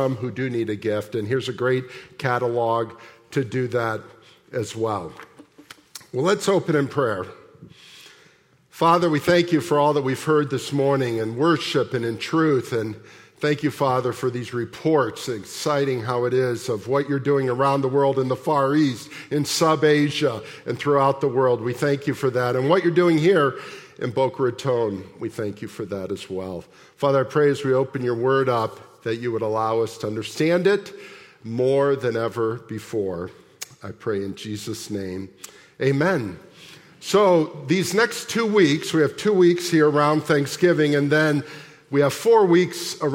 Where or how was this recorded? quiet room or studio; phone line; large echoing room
large echoing room